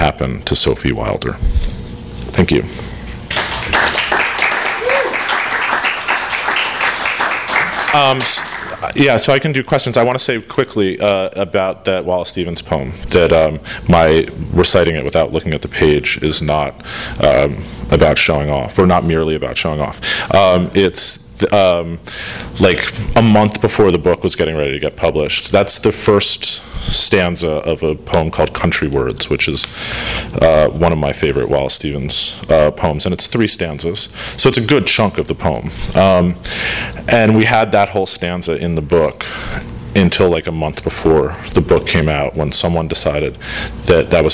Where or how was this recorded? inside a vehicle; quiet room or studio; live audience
live audience